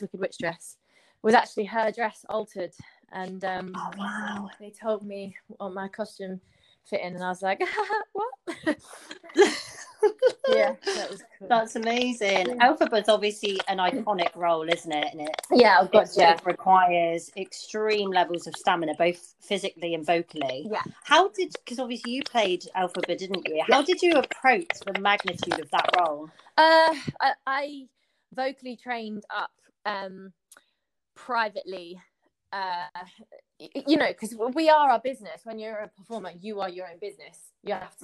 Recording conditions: poor sound quality